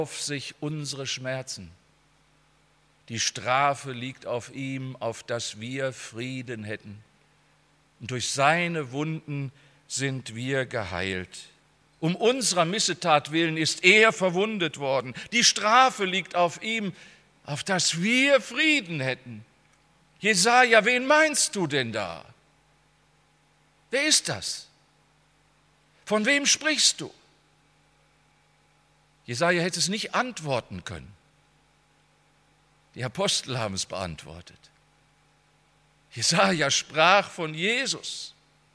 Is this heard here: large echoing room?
yes